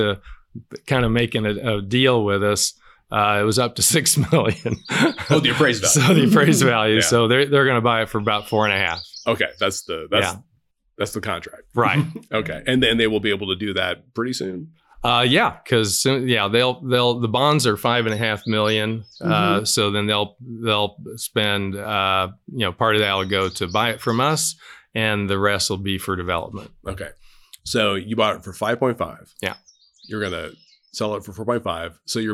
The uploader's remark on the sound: outside Wolf Run’s old clubhouse—amid a cacophony of songbirds